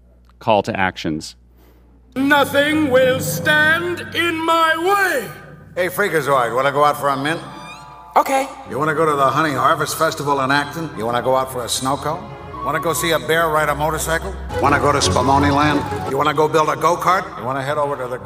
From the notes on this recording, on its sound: Freakazoid Panel from WonderCon 2023! Panel audio from WonderCon 2023.